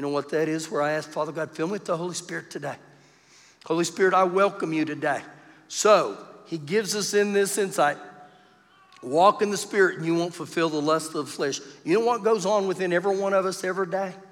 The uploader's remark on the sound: Recorded live during our Wednesday night service